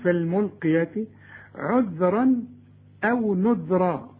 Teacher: طلع لسانك في الذال الاولى والذال الثانية